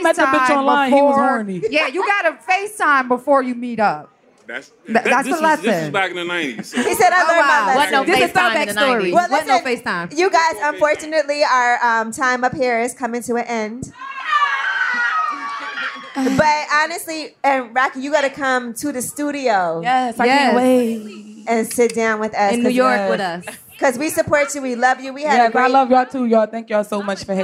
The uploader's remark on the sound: Shoutout to everyone who made it out to see us at this years Roots Picnic in Philadelphia! An amazing live episode. Brought some fans on stage to teach them some riding lessons.